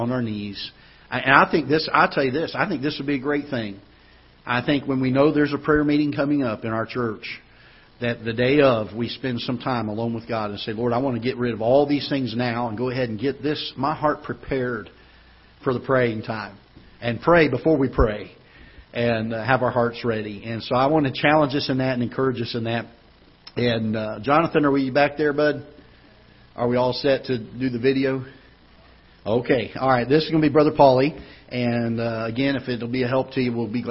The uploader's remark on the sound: Ketha Heights Baptist Church ~ Live Broadcast